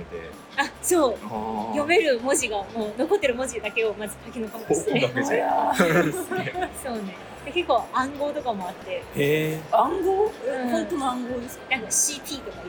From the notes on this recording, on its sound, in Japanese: スマホのマイクに向かって語りかけながらお届けする心象スケッチ。音質面でいつもよりご不便おかけしてしまうかも知れませんが、その点はご容赦ください。